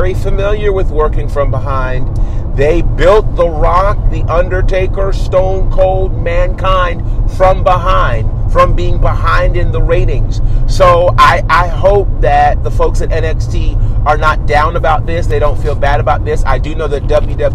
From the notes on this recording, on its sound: What happens when you put members of The Faction in a car and turn on the mics? On The Road.